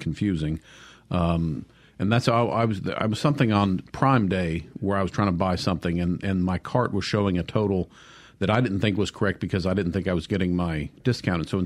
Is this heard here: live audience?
no